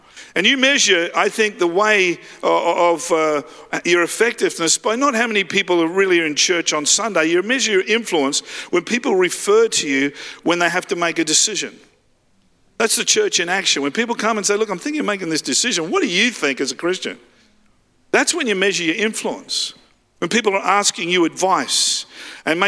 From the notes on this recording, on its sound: live at Freshwater Church on Sunday the 19th of March 2023